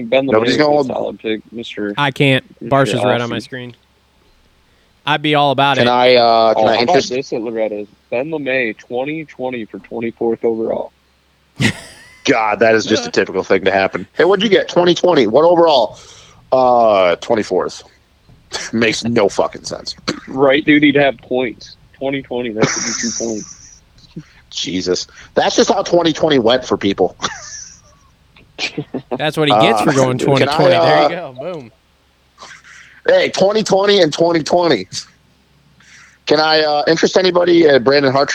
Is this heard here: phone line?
yes